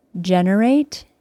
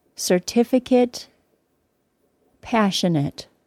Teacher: the final syllable of generate sounded like eight with a long A sound. But the final syllable of the words certificate and passionate sounded like it with a short I sound.